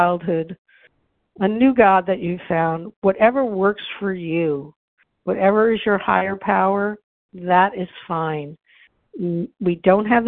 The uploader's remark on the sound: from the 100 Pounders Phone Meeting, 8/16/23.